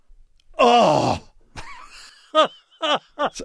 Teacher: the breathy voiced, long, low back, unrounded vowel with advanced tongue root